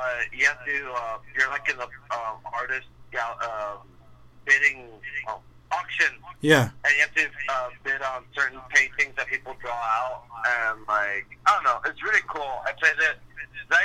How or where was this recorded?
phone line